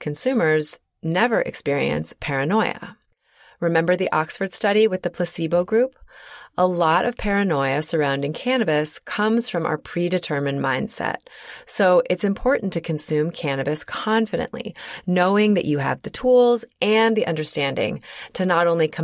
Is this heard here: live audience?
no